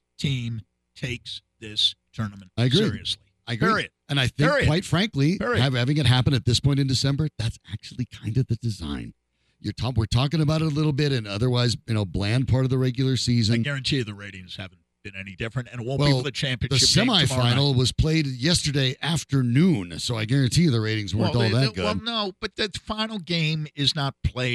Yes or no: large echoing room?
no